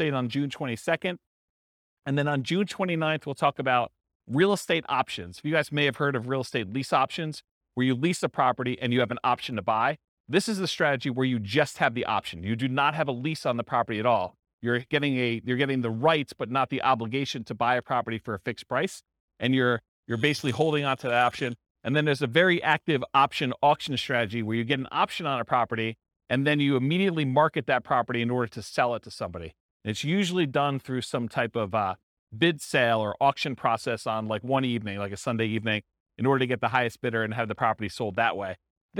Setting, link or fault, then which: setting, live audience